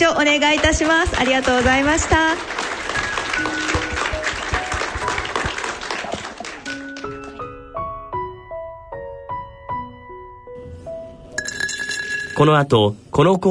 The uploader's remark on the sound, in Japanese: ２０１６年１１月２７日の公開録音から